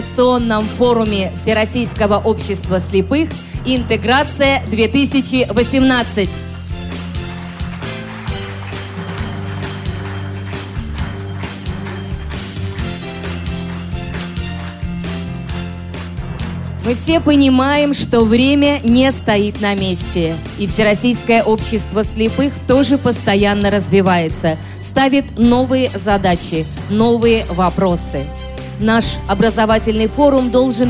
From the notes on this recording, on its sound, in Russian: Аудиозапись торжественной церемонии открытия мероприятия. Аудиозапись торжественной церемонии открытия Международного образовательного реабилитационного форума ВОС «Интеграция 2018».